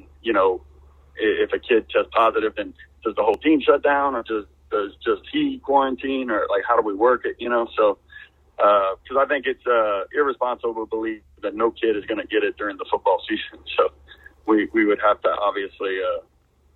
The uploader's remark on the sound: We then move to the phone lines with 2 great guests.